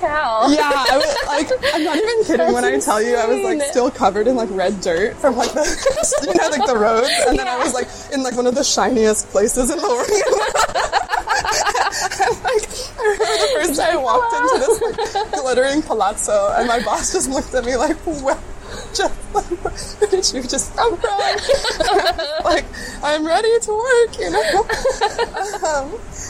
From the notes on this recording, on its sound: Episode recorded at Doshi House, Houston